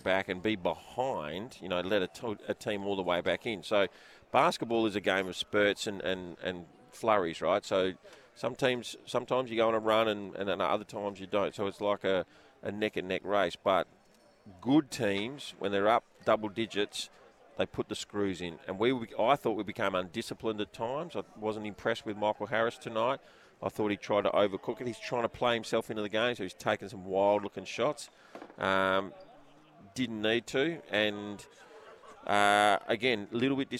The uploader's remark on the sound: LIVE from the RAC Arena